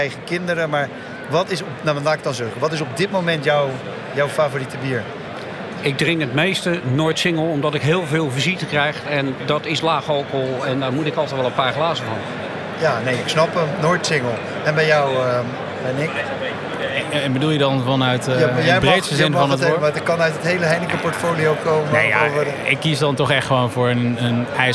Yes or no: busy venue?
yes